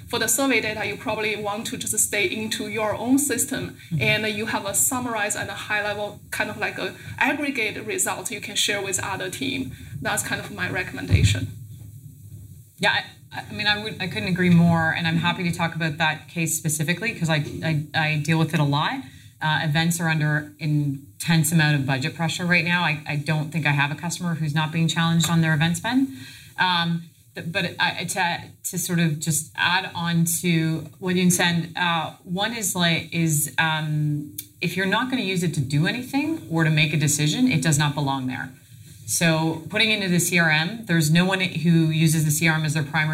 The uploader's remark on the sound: At the B2B Marketing Exchange conference four stellar speaks.